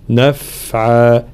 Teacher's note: في قوله تعالى: ولا يملك لهم ضرا ولا نفعا، الانتباه خاصة إلى حرف الفاء في صفة الرخاوة في كلمة نفعا، فلا نقول نفعا، لا، الفاء هنا لابد من جريان الصوت حال سكونها